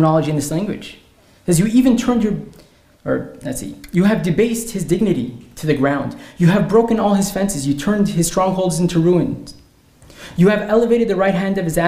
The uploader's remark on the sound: This lecture was presented at Kollel Menachem's Yarchei Kallah in Melbourne Australia, December 2023